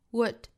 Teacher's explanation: 注意它是一个短音，短元音的这个 o 的发音很像我们汉语那个 o 那个发音，我们可以想象成大猩猩在叫啊 o，把嘴巴呢向前稍微的突出，但是没有那么紧凑到一个 u 的长度 o，再去加辅音 wood 啊，嘴巴去嘟起